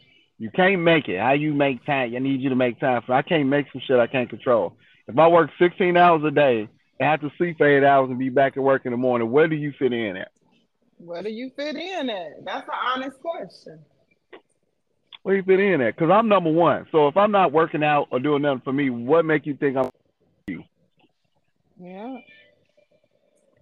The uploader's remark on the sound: we have phone conversations